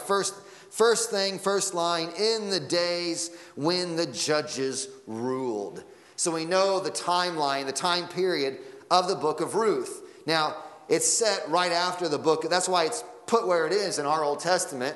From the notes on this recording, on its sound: Sunday Morning Sermon Audio